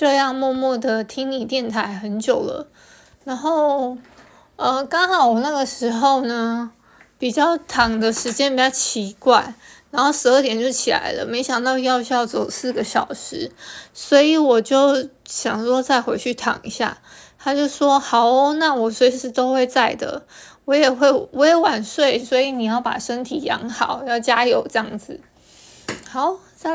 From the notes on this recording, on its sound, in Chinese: 因為用手機錄製的關係，就當設備休息一下吧！音檔不會重調的。